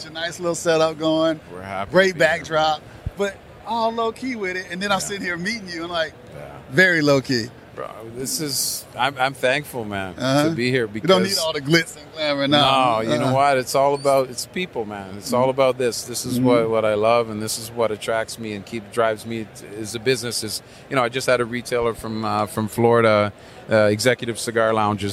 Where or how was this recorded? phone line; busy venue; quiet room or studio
busy venue